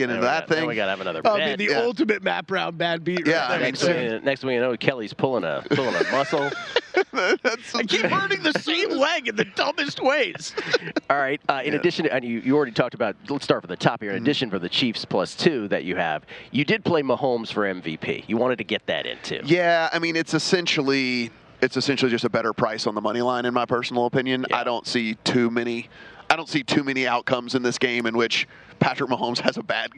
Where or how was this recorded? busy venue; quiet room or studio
busy venue